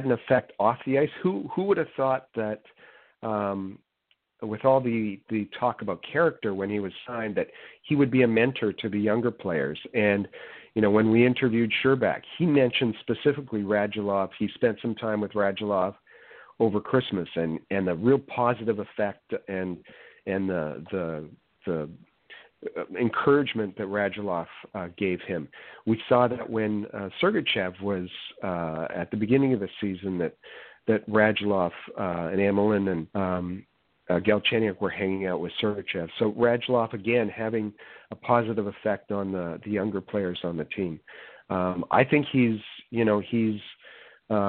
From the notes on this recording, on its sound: We take your phone calls.